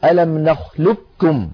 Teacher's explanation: أما هنا فالقاف مازت على الكاف بصفة واحدة وهي صفة الاستعلاء، لم تمز عليها بصفة الإطباق أيضا. لذلك من العرب من كان يدغم القاف في الكاف إدغاما كاملا